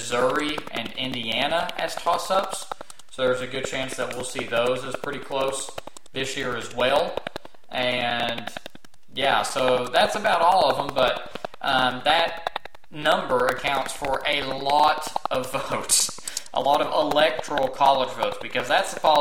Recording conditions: background noise